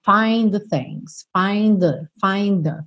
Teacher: Muito embora o find termine com D e o the comece com TH, a gente acaba fazendo um som só.